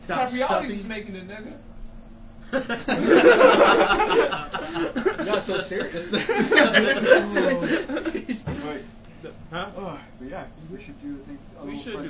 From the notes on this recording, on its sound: Just a disclaimer the audio might be trash since we recorded it on a PS4 Headset for the microphone.